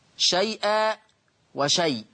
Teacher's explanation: خلاص فيه 4 و6 حركات عند ورش في اللين المهموز